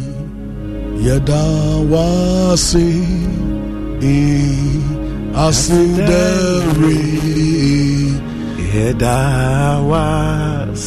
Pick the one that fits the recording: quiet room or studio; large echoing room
large echoing room